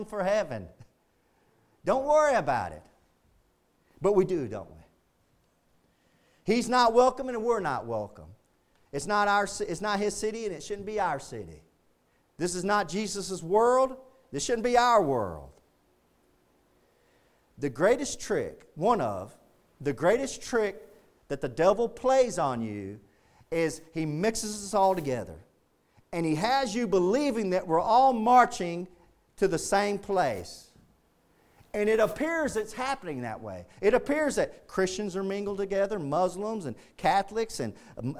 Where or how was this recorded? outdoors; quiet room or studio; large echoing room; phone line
large echoing room